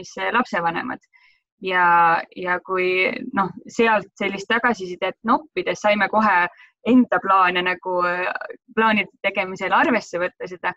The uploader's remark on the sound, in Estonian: Võtsime appi videokonverentside tegemise keskkonna Zoom